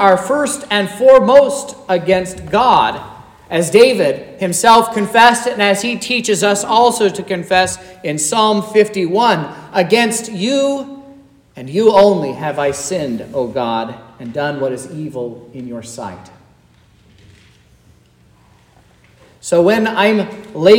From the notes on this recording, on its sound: This is the sermon preached at Trinity Lutheran Church in Vallonia,